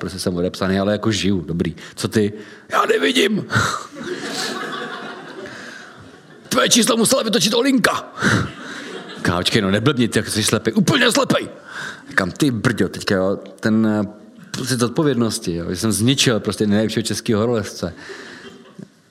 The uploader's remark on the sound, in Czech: Science Café v prostorách společnosti Etnetera, hlavního partnera SC. Do dvou částí jsme proto rozdělili i zvukový záznam tohoto Science Café.